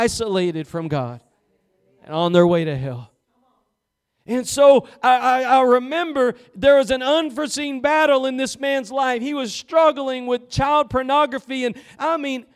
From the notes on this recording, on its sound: Preached at Gospel Lighthouse in Bossier City, La.